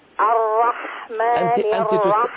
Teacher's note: أظهري التشديد، يعني أظهري أن هناك راءين، أعطي لكل راء، أيوة، أعطي لكل راء حقها من الزمن.